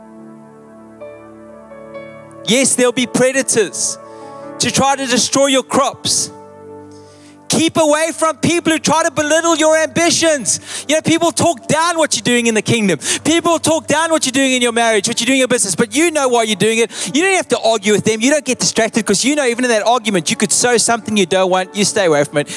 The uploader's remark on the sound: Recorded live on Sunday 11th June the 2023